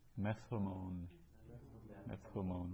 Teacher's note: And methomon, in front of a vowel with a rough breathing, the tau changes to a theta